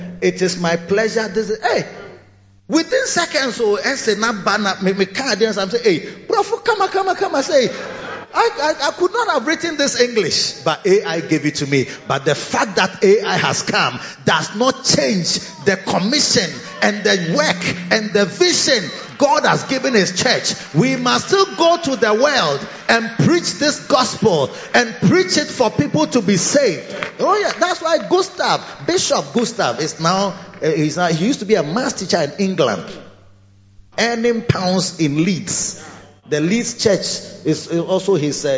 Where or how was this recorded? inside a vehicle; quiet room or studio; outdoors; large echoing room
large echoing room